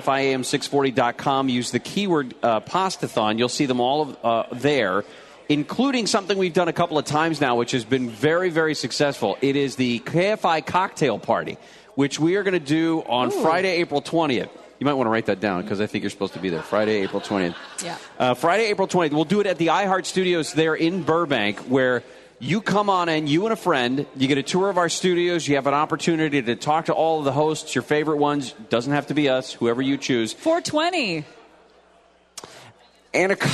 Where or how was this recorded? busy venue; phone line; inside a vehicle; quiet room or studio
busy venue